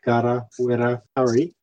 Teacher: Gara and Wera do have a double R, a rolled R, but Pari is an R like in English, even though it's spelled exactly the same way as the others.